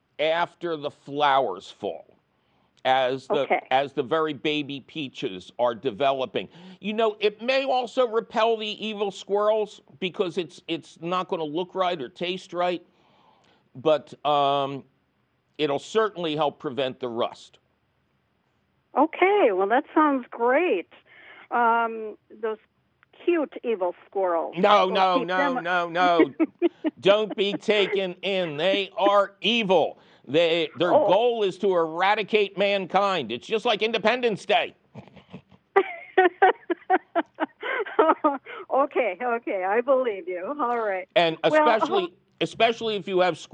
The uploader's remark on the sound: your fabulous phone calls!